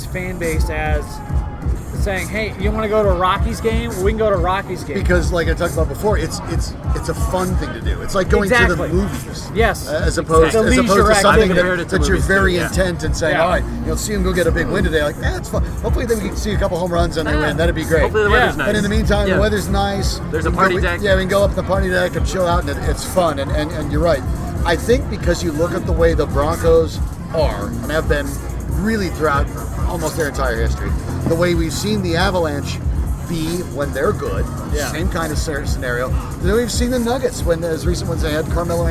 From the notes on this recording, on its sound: While recording live at Tap XIV.